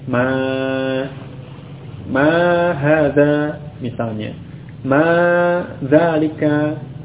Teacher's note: Ini istifhamiyah panjang dengan alif pada penulisan dan ucapan yang panjang.